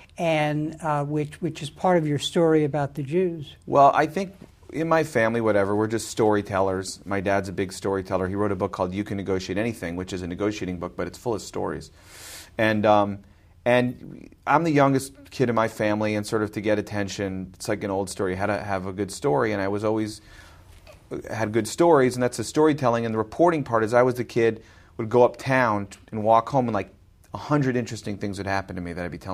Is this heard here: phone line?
no